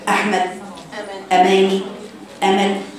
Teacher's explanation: وانا بقرأ الاستعاذة أو البسملة ما ببتديش بتفخيم الهمزة